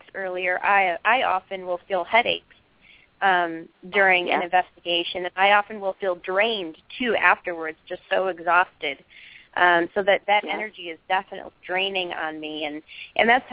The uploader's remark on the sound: This is a live call in show